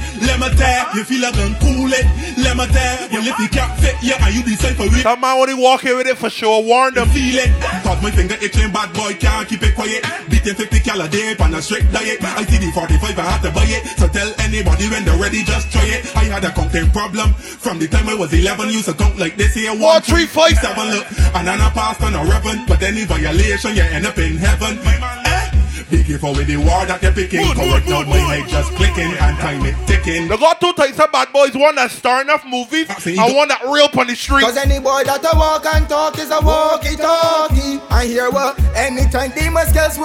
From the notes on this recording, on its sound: LIVE AUDIO LEVEL UP FRIDAYS - POWERED BY MADDD & BADDD LIQUIDO COCKTAIL BAR, WATER STREET BARBADOS